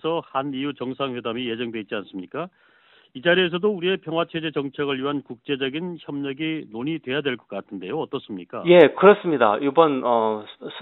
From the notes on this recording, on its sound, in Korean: 대구 MBC 여론현장 전화연결.